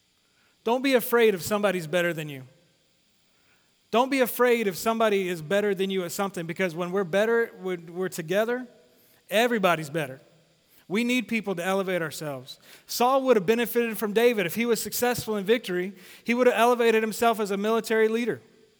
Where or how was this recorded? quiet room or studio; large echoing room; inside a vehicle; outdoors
large echoing room